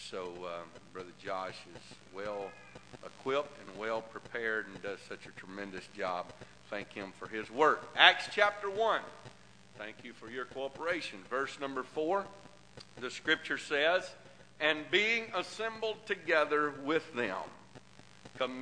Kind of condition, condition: setting, large echoing room